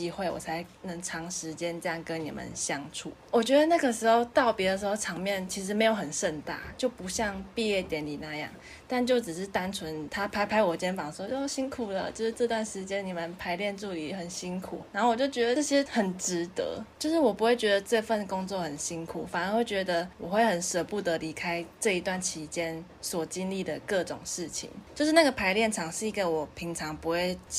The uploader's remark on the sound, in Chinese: 與來賓在不同空間錄音，所以會有不同的背景音